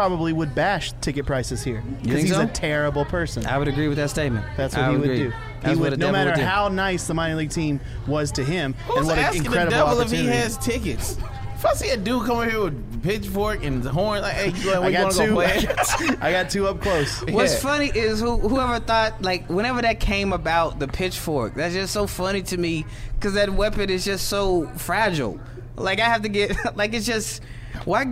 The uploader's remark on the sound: This Special Edition was live from the Gwinnett Braves Ballpark